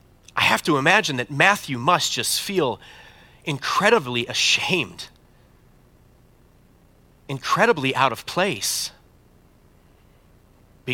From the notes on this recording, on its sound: preached this sermon at Bethany's Saturday worship on December 17, 2022